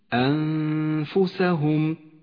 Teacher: على حكم الإخفاء في كلمة أنفسهم النون الساكنة وبعدها حرف الفاء غنة الإخفاء هنا غنة مرققة لأن حرف الفاء حرف مرقق والغنة تتبع ما بعدها في الترقيق والتفخيم أنفسهم تخرج الغنة هنا